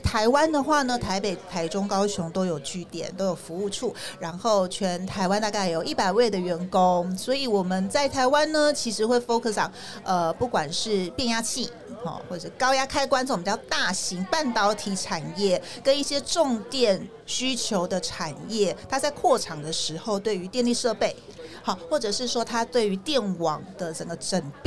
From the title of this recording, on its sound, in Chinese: VISION 2022 臺大校園徵才博覽會-Live Podcast